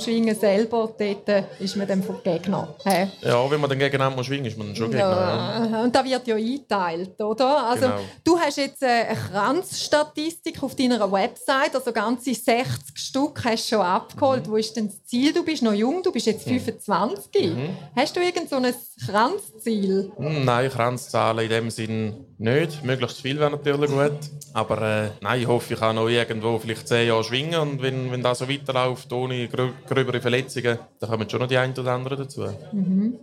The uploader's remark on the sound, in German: Im Live-Podcast an der WEGA (Weinfelder Gewerbe Ausstellung)